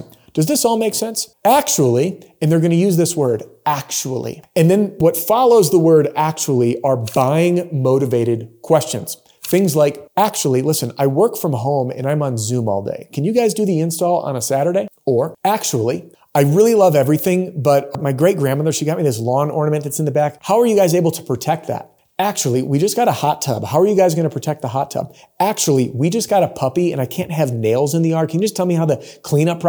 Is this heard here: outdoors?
no